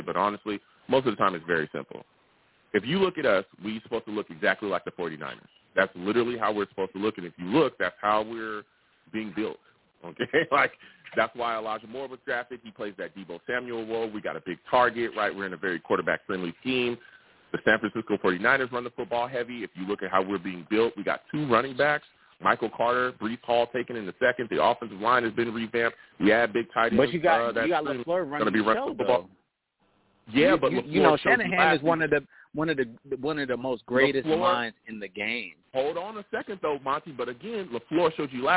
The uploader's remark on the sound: I also take live callers!